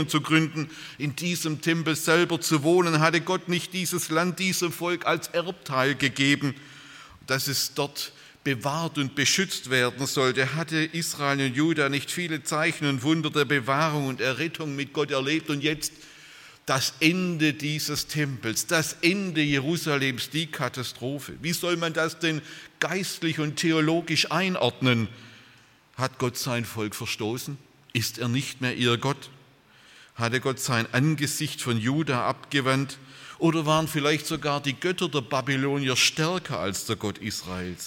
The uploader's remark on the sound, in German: aus dem Gottesdienst der Liebenzeller Mission